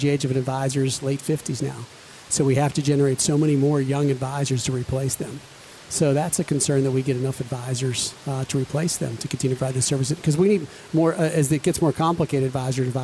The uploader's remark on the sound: Live from BNY Mellon Insite 2018 Conference